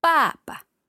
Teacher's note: Second one, neutral tone. The first one's fourth tone.